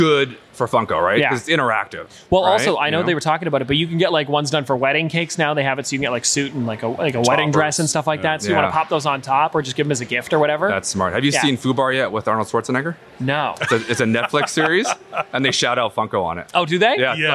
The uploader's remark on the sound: We were LIVE at Niagara Falls Comic-Con